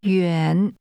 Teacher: The word meaning far or it's far is pronounced with a falling, rising tone.